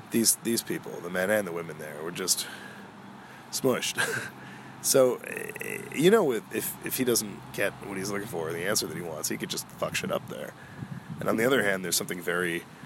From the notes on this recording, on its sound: This was another exploratory episode, where we all get the pleasure of listening to the wide-wide world outside. My mic picks up it all, so enjoy the ambiance of a gentle breeze, trees rustling and of course some cars.